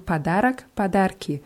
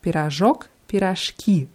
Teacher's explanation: bei Padarak haben wir ein O vor dem letzten K und in Plural verschwindet dieses O